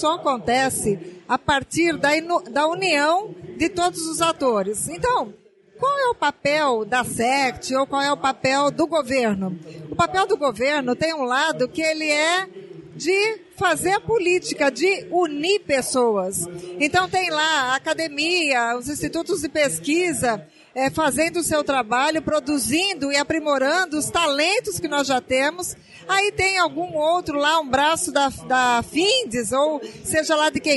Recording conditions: busy venue